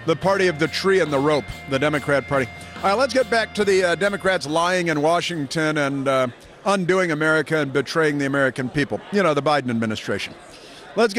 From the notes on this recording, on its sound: broadcasting live from CPAC